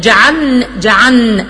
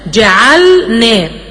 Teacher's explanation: ما بتنطقش اللام خالص، لا لازم اوضحها واظهرها تماما · Shown in: second take · Term: الاظهار